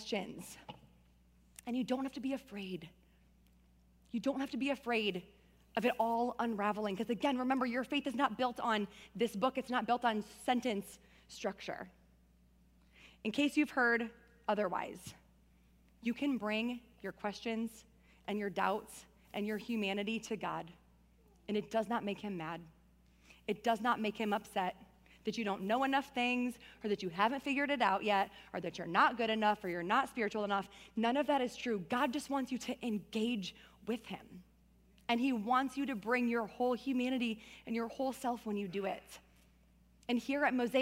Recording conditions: large echoing room